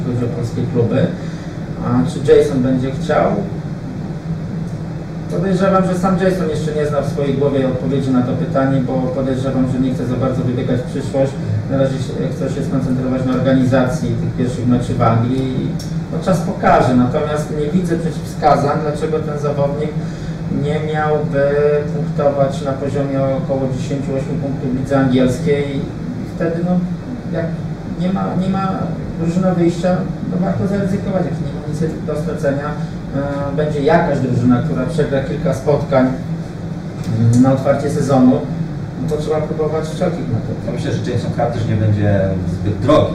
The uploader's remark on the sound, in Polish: Nagranie zostało zrealizowane w pubie "Same krafty" przy ul. W Warszawie.